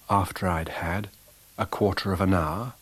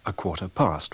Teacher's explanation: we retain linking R before a following vowel · Shown in: first take